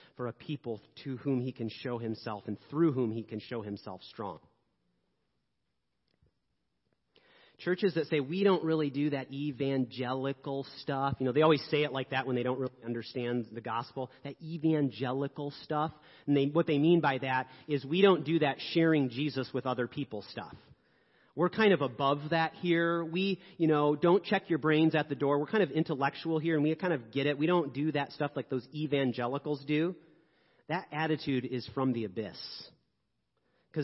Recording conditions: large echoing room